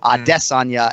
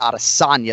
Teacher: He's emphasizing that second syllable · Shown in: first take · Adesanya, and not Adesanya, the third one.